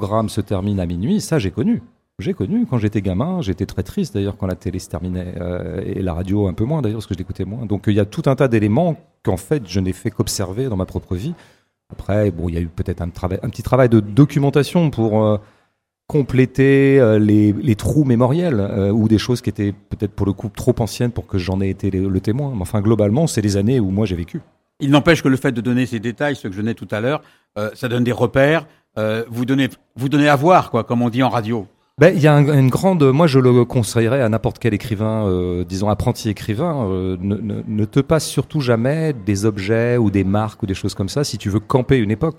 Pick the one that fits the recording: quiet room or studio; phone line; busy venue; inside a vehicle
busy venue